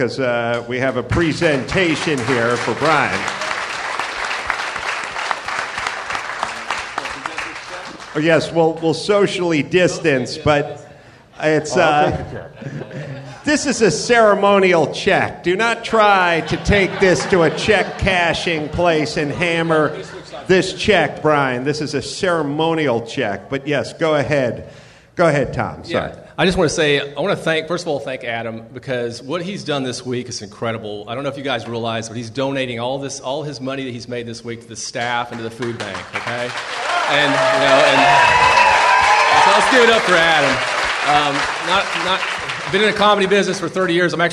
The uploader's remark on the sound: Live from the Houston Improv